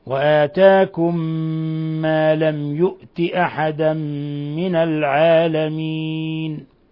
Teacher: أضغمنا الميم الأولى من لفظ وآتاكم في الميم الثانية من لفظ ما · Term: إضغام مثلين صغير